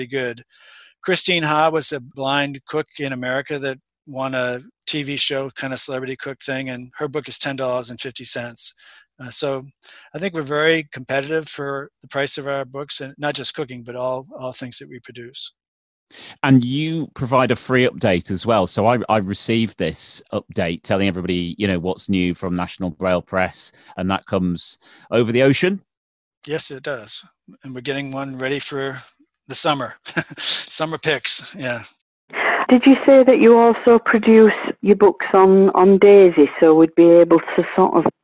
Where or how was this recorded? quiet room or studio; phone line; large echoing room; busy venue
phone line